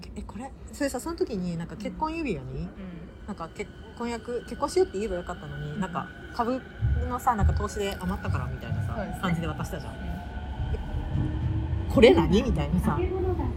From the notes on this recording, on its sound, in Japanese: お互い忙しくてまさかの「電車移動トーク」になりましたとさw。本日電車の音が入ってますので。